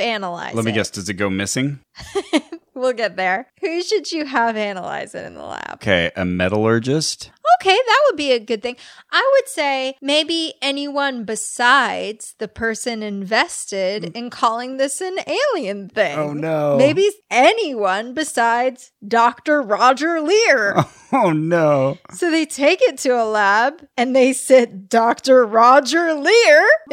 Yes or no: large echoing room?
no